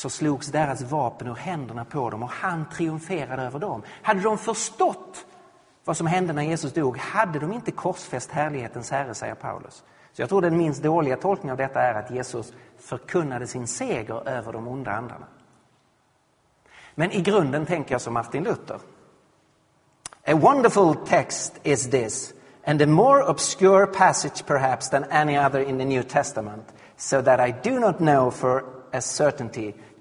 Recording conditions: large echoing room